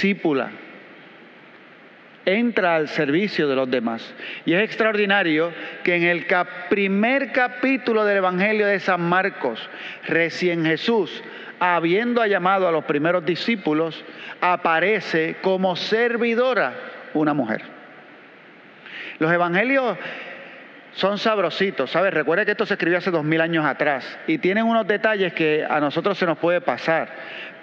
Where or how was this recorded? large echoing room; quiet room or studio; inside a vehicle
large echoing room